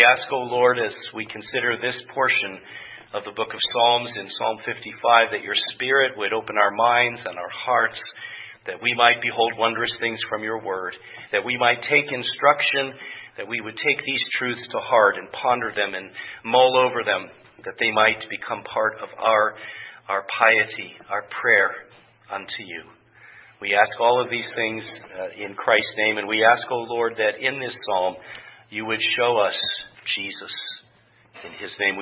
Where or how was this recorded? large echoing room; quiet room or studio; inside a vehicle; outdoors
large echoing room